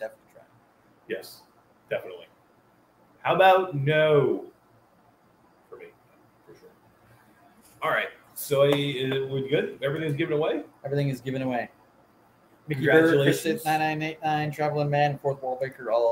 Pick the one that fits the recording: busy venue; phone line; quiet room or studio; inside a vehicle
busy venue